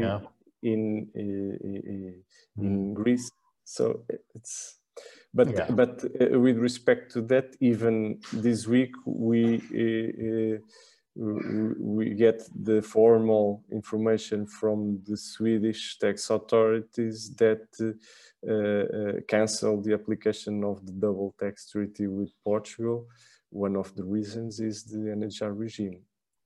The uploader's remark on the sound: (LIVESTREAM). For those joining us on Zoom.